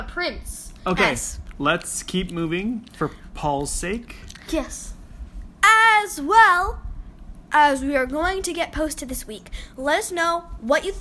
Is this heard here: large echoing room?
no